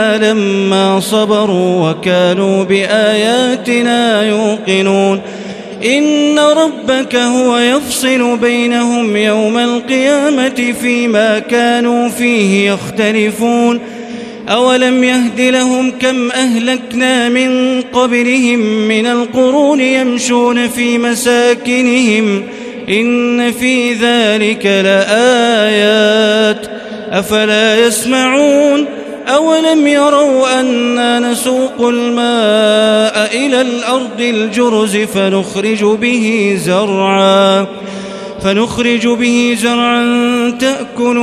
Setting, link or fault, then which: setting, large echoing room